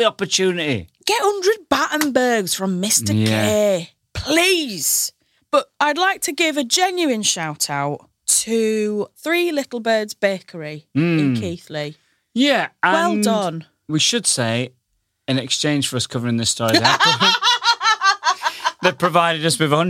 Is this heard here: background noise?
no